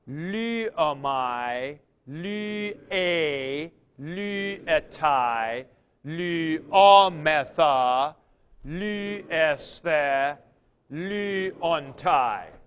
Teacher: So all the accents are recessive.